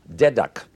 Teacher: It's as though one said the words dead duck with the final D of dead serving as the initial D of duck